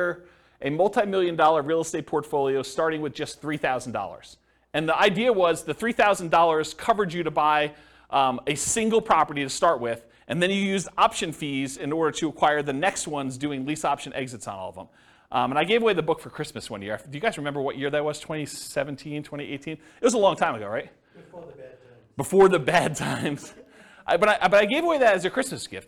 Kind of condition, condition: setting, live audience